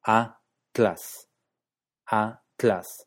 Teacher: la combinación tl se pronuncia como un solo sonido, en la misma sílaba